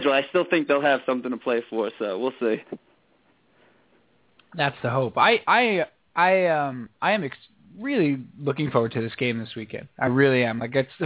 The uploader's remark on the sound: called